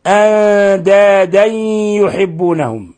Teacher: نون ساكنة بعدها الدال، الحكم التجويدي إخفاء حقيقي